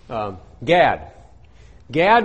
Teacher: we say with a flat A, almost nobody else uses a flat A in the world